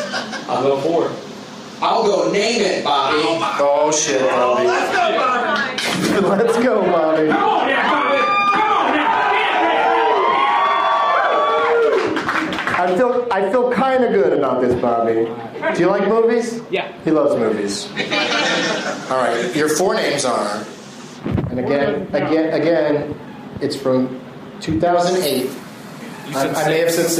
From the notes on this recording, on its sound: Takes on audience members at the Firebird in St. Louis.